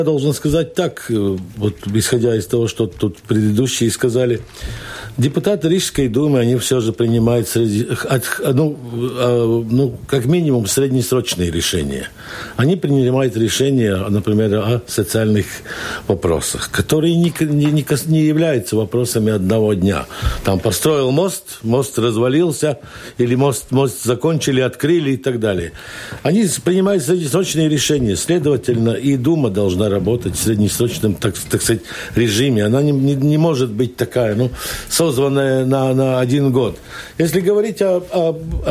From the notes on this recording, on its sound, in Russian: В новом выпуске дискуссионной программе Латвийского радио 4 «Домская площадь». По телефону. В записи.